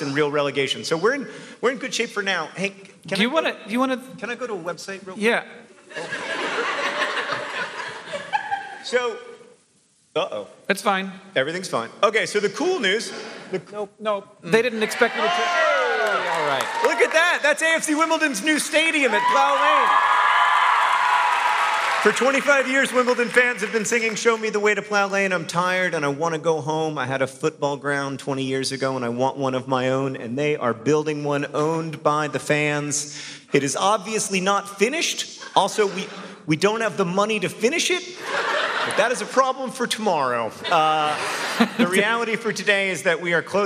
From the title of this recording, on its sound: Live From St. Petersburg, FL!